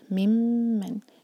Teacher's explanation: اظلم ممن کتم، میم پر غنہ، سیکنڈ میم پر غنہ، ممن، اس کو جلدی نہ پڑھیں، میم پر غنہ دو سیکنڈس کا ٹائم